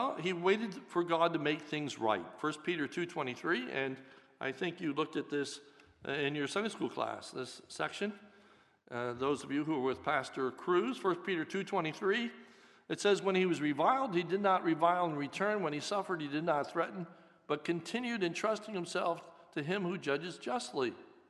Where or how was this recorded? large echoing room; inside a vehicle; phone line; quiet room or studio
large echoing room